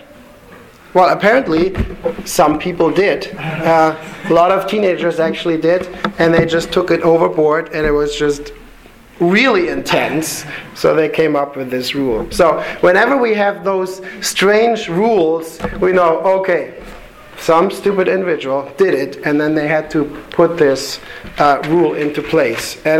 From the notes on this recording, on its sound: Sermon delivered to the Galena Bible Church